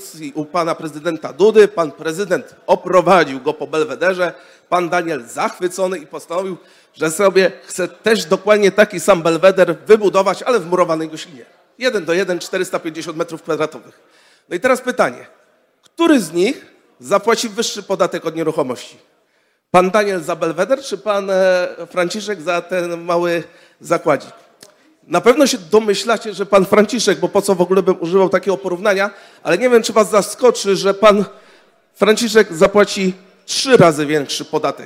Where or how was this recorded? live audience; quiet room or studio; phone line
live audience